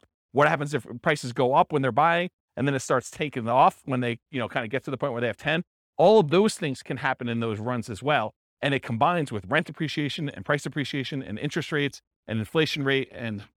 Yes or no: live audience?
yes